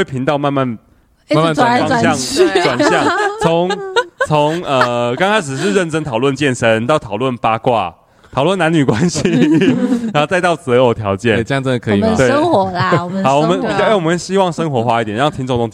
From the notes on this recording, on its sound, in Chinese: 錄音地點:桃園中壢健身房-氧氣肌地